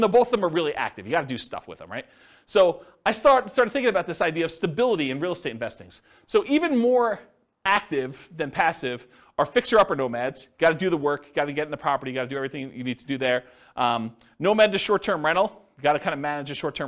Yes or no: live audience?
yes